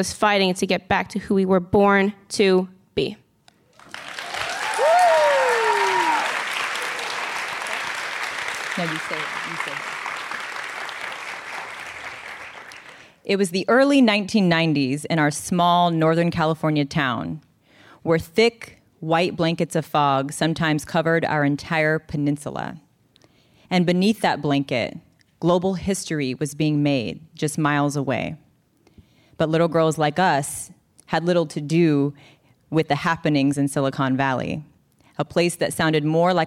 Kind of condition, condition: setting, live audience